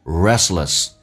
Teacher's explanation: rest 的 T 是可以不发音的，两个辅音叠加在一起，所以这个单词就变成 restless.